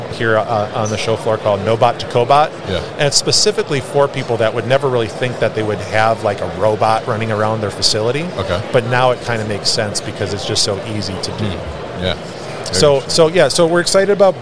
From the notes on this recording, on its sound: Big Joe Lift Trucks at MODEX 2022